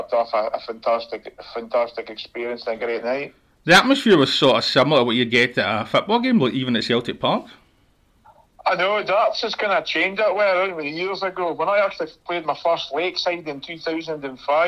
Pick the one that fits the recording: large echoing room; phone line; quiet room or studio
phone line